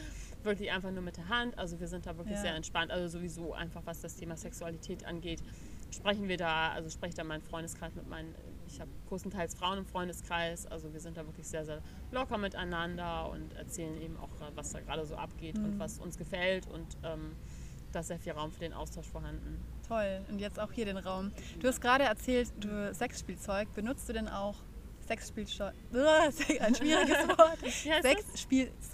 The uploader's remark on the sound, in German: Passend zum Wochenende haben wir die Folge draußen aufgenommen, also genieße das Rauschen des Windes.